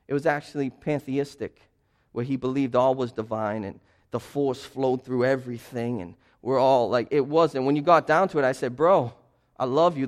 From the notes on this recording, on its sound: This sermon was preached as a part of a sermon series through the book of 1 Timothy entitled Disciple: Maturing with Timothy at Restoration Road Church on January 22.